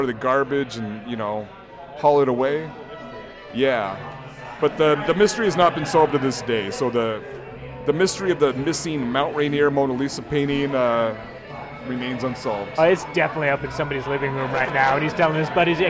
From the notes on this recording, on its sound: Comet Tavern in Capitol Hill. Recorded live at the Comet Tavern on 09/21/2023.